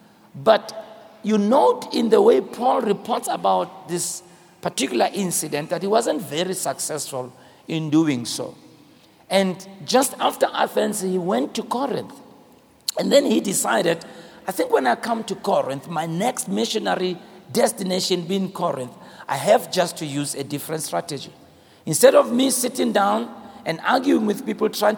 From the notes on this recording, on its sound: Preached at the Crossover Service, on the 31st of December, 2023.